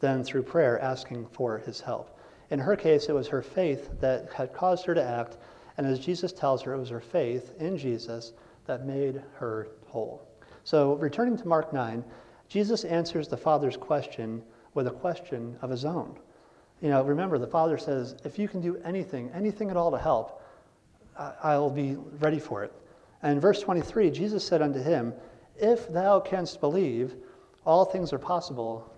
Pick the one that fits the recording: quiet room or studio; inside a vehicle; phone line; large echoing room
large echoing room